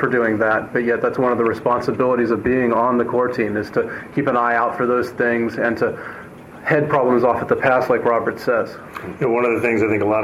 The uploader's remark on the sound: The interview was recorded at BSDCan in Ottawa, Cananda.